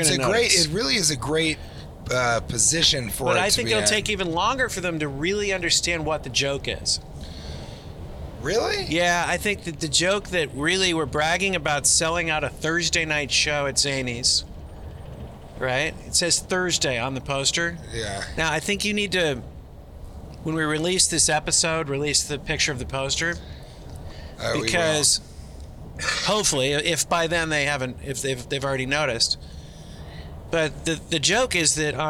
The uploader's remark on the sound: Recorded in a Taxi on the way to equine adventure